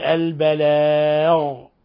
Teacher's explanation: فخمنا الغين، لأن الغين من الحروف المفخمة من حروف خص ضغط قض، فنقول البلاغ ولا نقول البلاغ، وإنما البلاغ أغ وليس أغ.